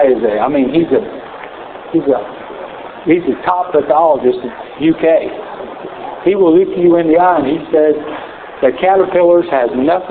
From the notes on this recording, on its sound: Recorded live from 2011 Spring Equine Affaire.